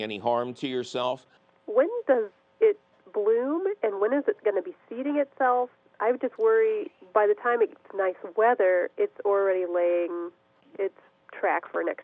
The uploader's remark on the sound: your 'salty' phone calls!